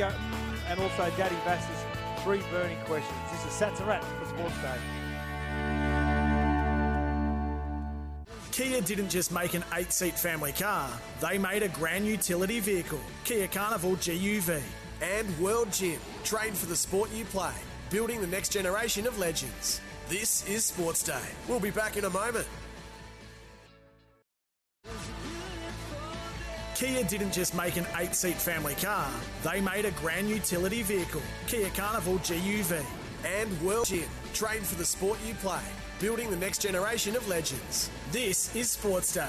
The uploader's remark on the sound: live from the BIG4 Caravan Park in Helensvale